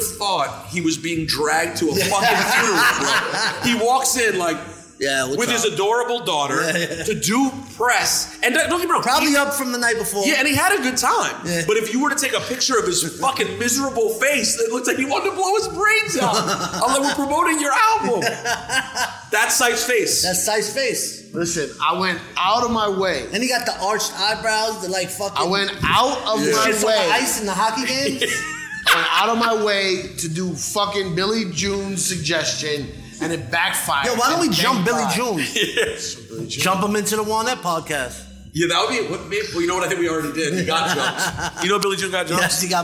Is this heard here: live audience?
yes